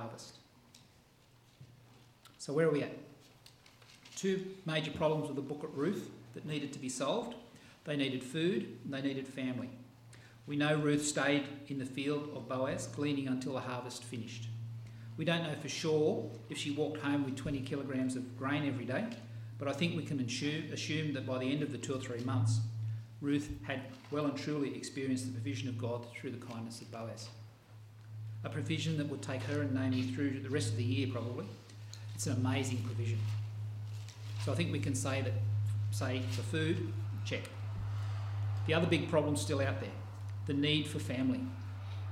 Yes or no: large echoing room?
yes